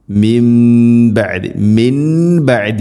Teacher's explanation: അതുപോലെ തന്നെ മിൻ ബഅദി സാക്കിന നൂന് ശേഷം ബ ആണ്, ഇഖ്ലാബ് എന്നാണ് പറയുക. നൂനിനെ മീമാക്കി മാറ്റി മണിക്കണം. മിൻ ബഅദി എന്നല്ല മിൻ ബഅദി.